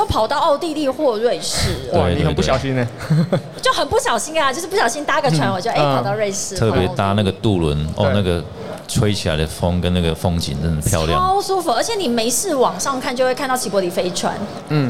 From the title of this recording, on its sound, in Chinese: 2022 Taipei Cycle台北國際自行車展-Live Podcast